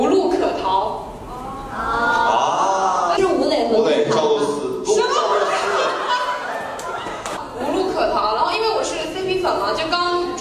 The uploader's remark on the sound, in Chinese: 邀请朋友和观众们一起录制的播客节目